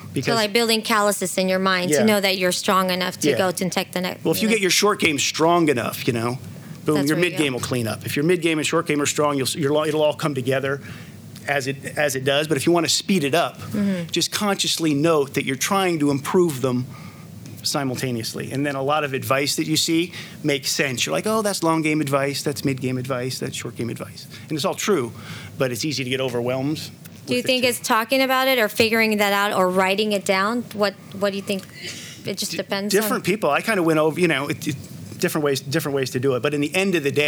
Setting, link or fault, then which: setting, busy venue